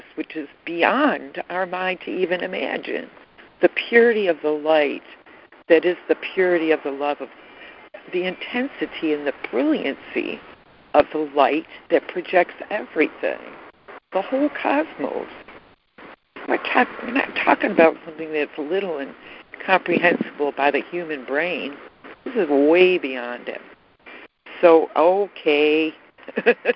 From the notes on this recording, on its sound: ACIM Daily Conference Call.